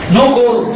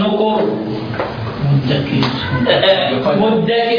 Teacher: بقف عليها هسكن هفخم الراء